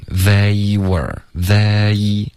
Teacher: 这个 they 注意双元音得滑动